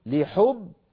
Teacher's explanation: أصلها كما نراه لحب، باءين، الباء الأولى ساكنة والثانية مكسورة